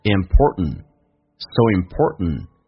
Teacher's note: 在美式发音当中，t 跟 n 组合，t 是可以不用发音的，气流就阻塞一下